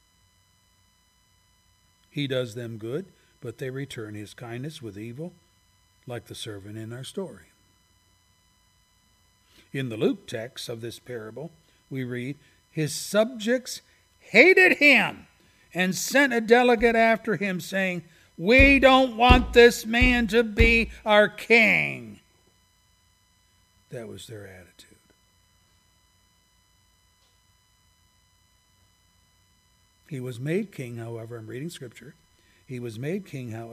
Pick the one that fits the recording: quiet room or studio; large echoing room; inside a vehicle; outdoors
large echoing room